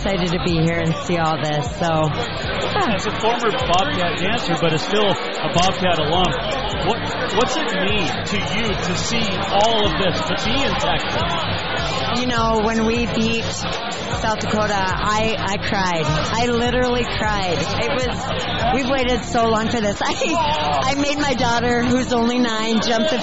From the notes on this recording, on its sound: Live from Tight Ends Sports Bar in Plano, TX